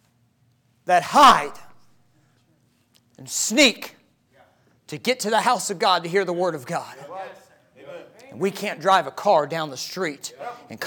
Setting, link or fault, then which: setting, large echoing room